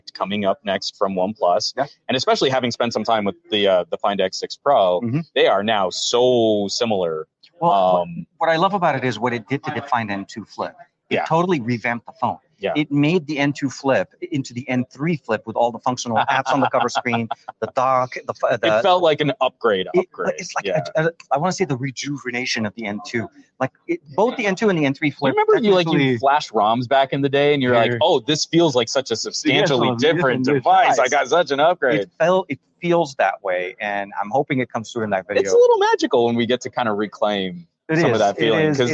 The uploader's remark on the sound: On location at the MediaTek Summit! Quick stream.